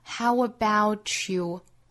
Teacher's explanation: t 加 y 连读同化成一个 ch 的发音